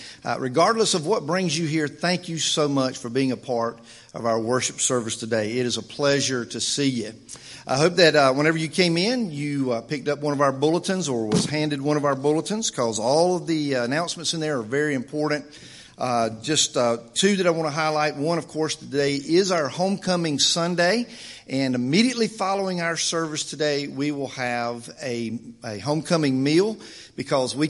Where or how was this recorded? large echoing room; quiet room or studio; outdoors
large echoing room